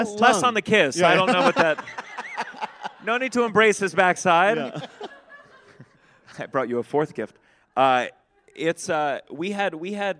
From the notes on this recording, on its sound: a special live recording of the podcast at Just For Laughs Montreal